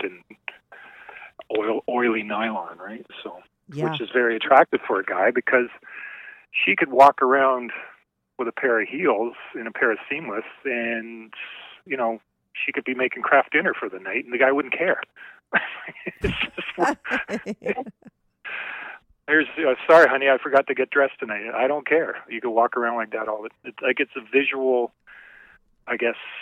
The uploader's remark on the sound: called